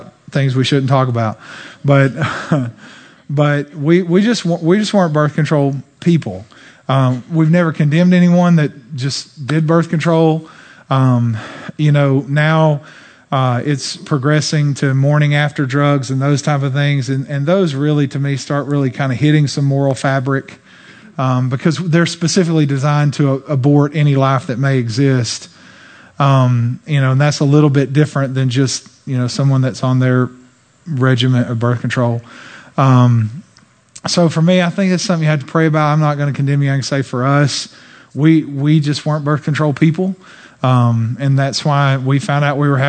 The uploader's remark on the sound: During this special weekend service. Answered the questions sent in live from the platform.